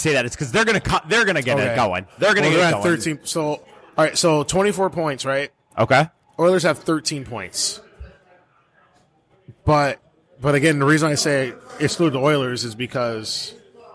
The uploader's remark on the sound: Live from Buffalo Wild Wings.